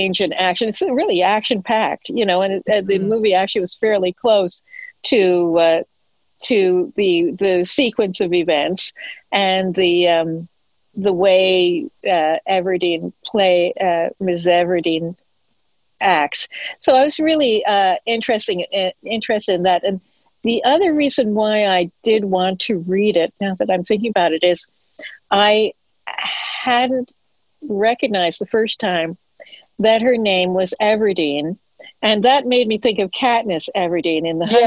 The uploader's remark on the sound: I got three good friends together via Zoom